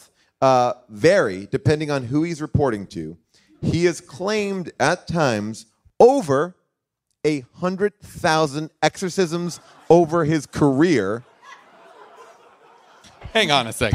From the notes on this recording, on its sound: LIVE from Largo in Los Angeles